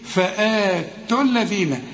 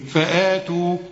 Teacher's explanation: خد بالك أنا لغيت الواو لأنها سكنة واللام سكنة بتاعت الذين · Shown in: first take · وقلت إيه فآتوا الذين، لكن إذا وقفت أقول إيه فآتوا